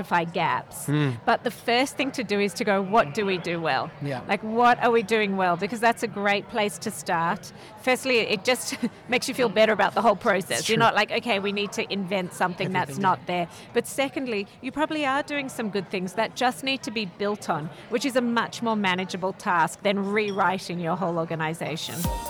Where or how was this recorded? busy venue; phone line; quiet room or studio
busy venue